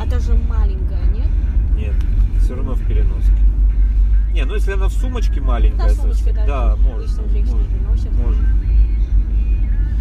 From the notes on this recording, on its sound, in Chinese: 也偶然在yandex.taxi 打车的时候遇到的一位。于是就斗胆在上车前，按了手机录音。没有任何脚本，没有提前准备任何问题，只是普通的聊天。